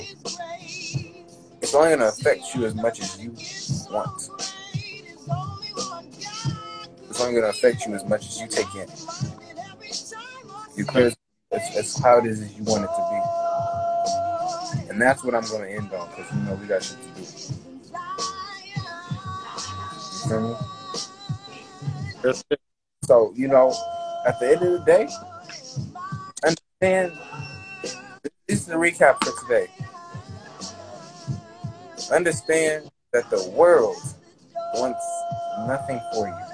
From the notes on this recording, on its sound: This episode was done Instagram live